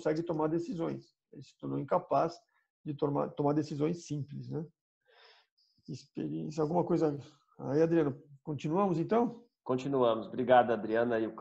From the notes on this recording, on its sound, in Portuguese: Programa gravado em 28/05/20 via ZOOM.